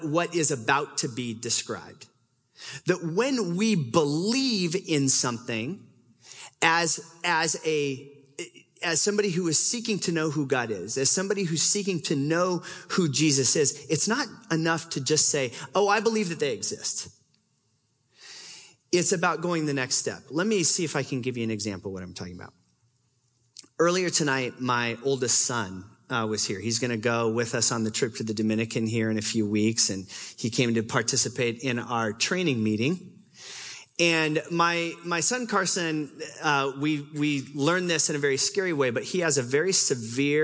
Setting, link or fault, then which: setting, live audience